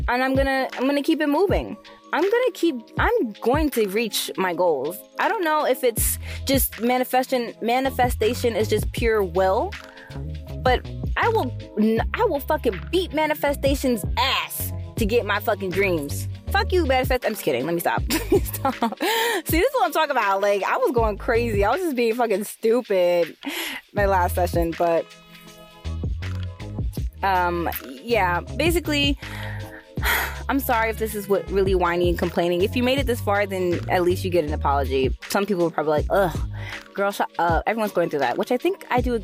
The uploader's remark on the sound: Sorry for the audio quality in this episode, I was in my car